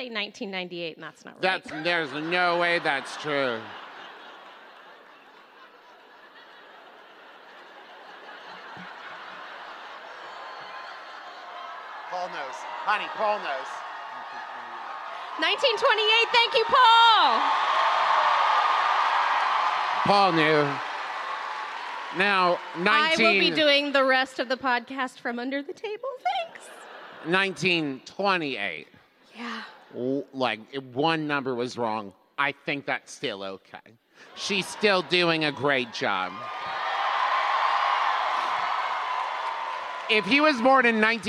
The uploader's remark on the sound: recorded LIVE in San Jose!